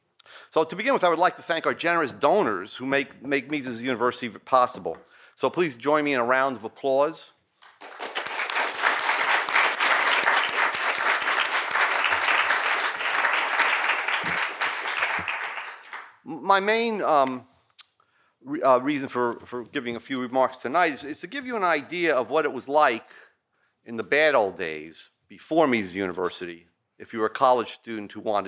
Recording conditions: large echoing room